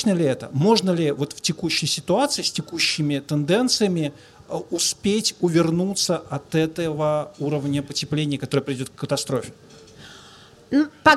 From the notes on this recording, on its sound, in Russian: это была открытая запись в рамках проекта Science bar hopping.